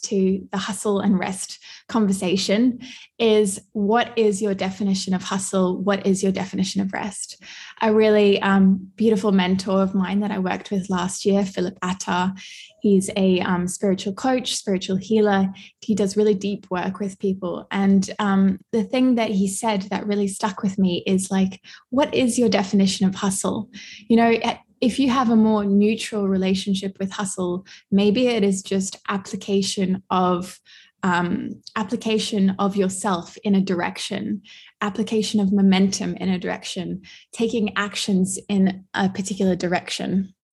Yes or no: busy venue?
no